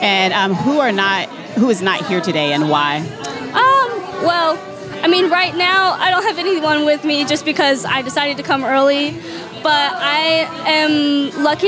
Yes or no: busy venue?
yes